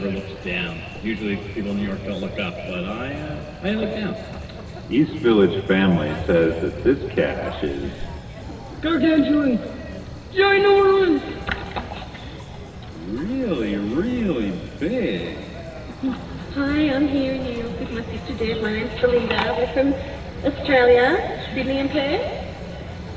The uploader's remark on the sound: (Rome, GA). Wanted to capture the energy and excitement from the event the first night and the flashmob the second day. I became a wondering microphone and mainly capture audio from the announcers and the crowd.